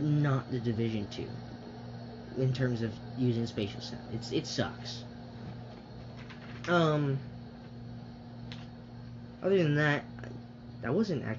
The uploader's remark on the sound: Sorry about the background noise, my air conditioner was on at the time.